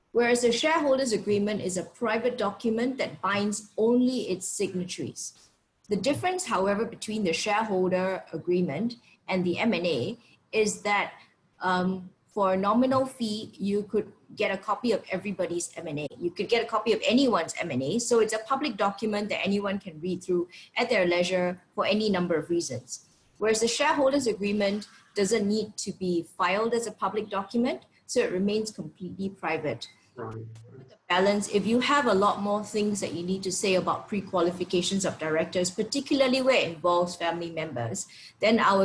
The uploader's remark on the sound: Webinar audio recording.